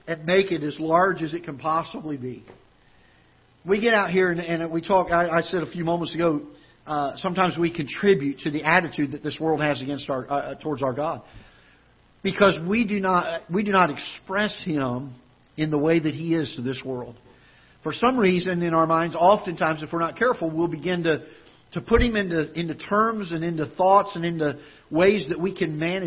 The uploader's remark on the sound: Ketha Heights Baptist Church ~ Live Broadcast.